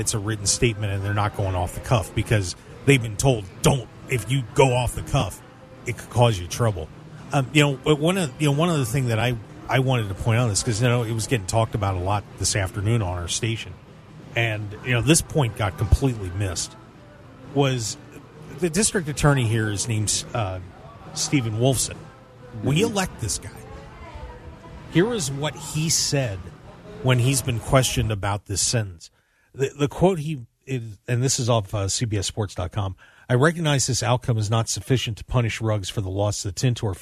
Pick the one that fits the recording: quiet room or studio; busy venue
busy venue